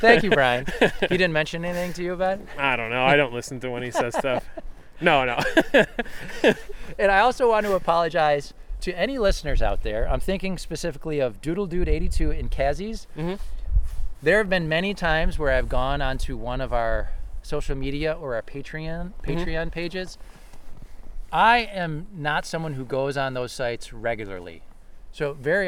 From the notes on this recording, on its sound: At Chestnut Ridge County Park in Orchard Park, NY.